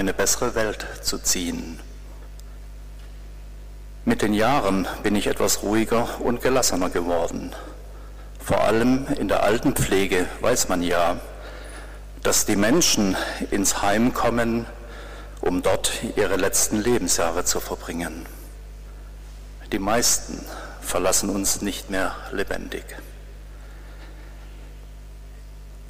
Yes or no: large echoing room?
yes